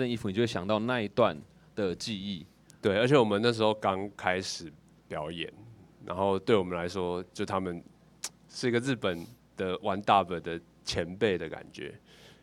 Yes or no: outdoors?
yes